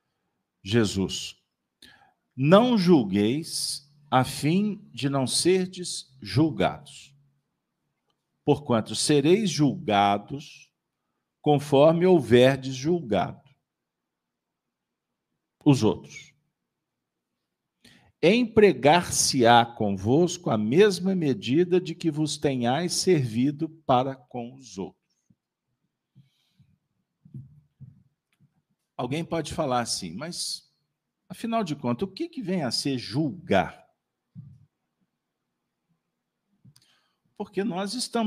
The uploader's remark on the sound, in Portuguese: Reunião Pública realizada na Fraternidade de Estudos Espírita Allan Kardec às terça-feira. Com Transmissão ao vivo, às 19:30h com público presencial.